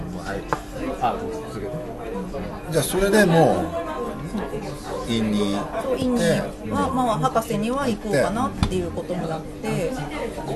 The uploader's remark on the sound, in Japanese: お聞き苦しい点は何分ご容赦